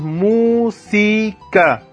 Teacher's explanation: se acentúan en la antepenúltima sílaba. Y siempre llevan tilde. · Term: palabras esdrújulas